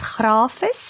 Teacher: Die woord word dikwels ook uitgespreek as grafies, maar as mense gaan kyk na die Viva bladsye, sal hulle sien die klem lê eintlik op die A, so dis grafies en dit staan ook so in die korrekte woord in die HAT en ook in die VAT.